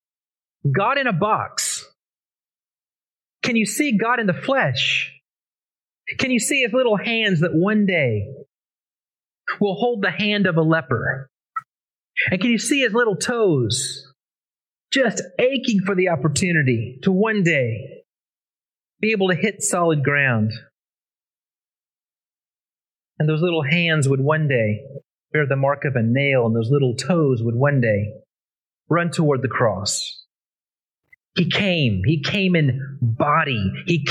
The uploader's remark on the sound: Originally preached at the West Side Church of Christ (Searcy, AR) on December 4, 2022.